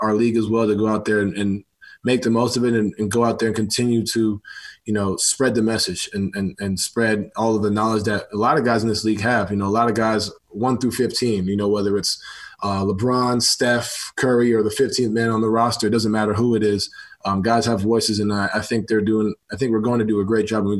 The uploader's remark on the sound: Zoom Media Teleconference